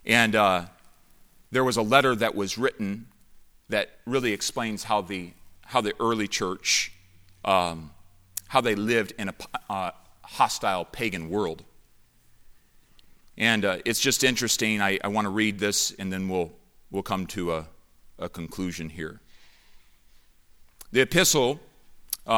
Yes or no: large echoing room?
yes